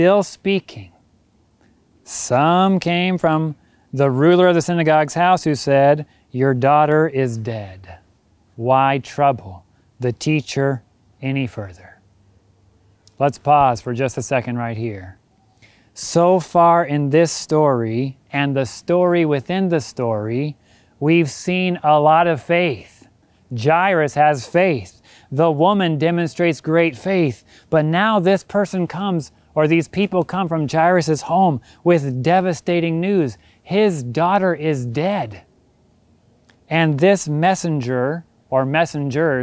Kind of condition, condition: setting, large echoing room